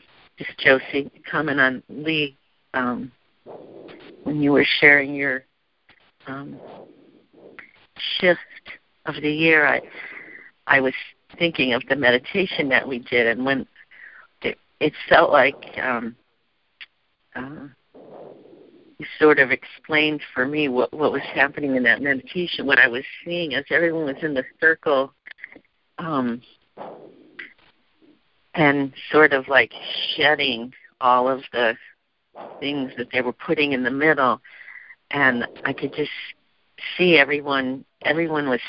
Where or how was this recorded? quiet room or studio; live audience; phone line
phone line